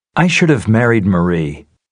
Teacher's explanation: Notice the reduction of have in perfect modals.